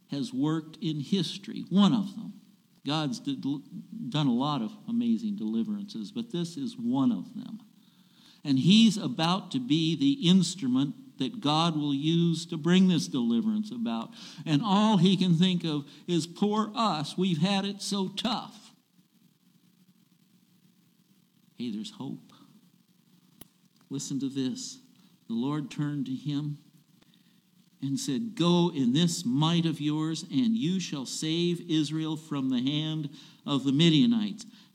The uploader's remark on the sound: recorded July 16, 2022, at Ringgold Seventh-day Adventist Church.